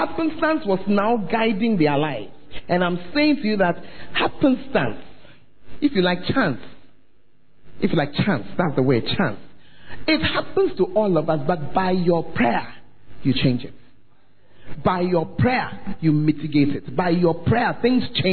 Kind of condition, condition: setting, large echoing room